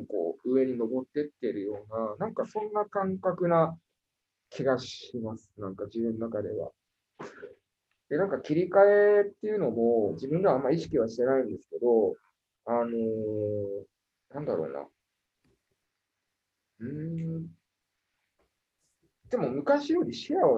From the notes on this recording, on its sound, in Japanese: Zoom を使用して収録されました。